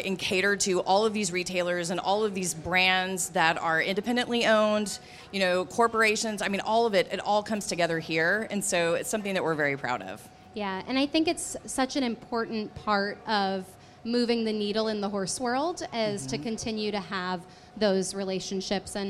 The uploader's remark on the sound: Live From AETA International Trade Show at Dallas Market. Join us for our very first Live Podcast Episode at the AETA International Trade Show!